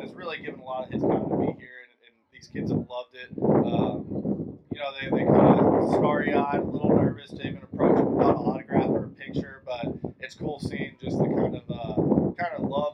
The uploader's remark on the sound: Live From The Brock Osweiler Football Camp in Kalispell